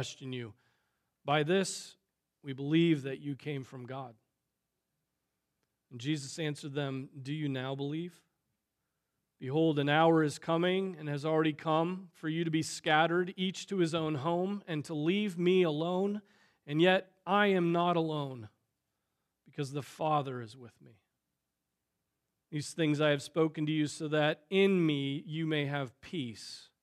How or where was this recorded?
large echoing room